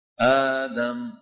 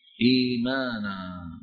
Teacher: أبدلوا الهمزة الثانية الساكنة حرف مد مجانس لحركة الهمزة الأولى